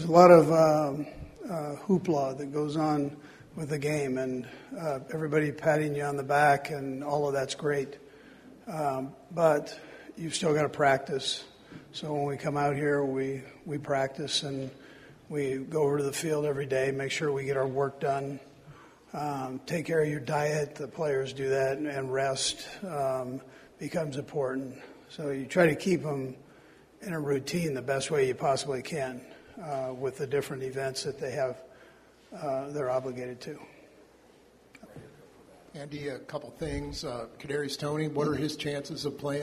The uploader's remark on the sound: Live from radio row in Las Vegas.